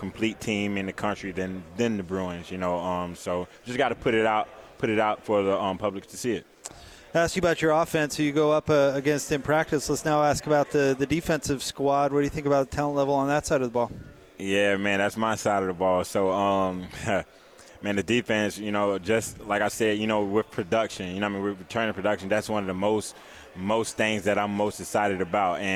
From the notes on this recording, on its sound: LIVE from Pac-12 Media Day in Los Angeles, CA